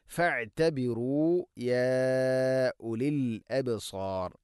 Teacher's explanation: ഐനിന്റെ ഉച്ചാരണം ശ്രദ്ധിക്കുക, തൊണ്ടയുടെ മധ്യഭാഗമാണ്. ഫഅഇതബിറു യാ ഉലിൽ അബ്സാർ, യാ ഉലി മദ് മുൻഫസിൽ, നാലോ അഞ്ചോ ഹർക്കത്തിൻ്റെ കതിൽ നീട്ടാവുന്ന മദ്.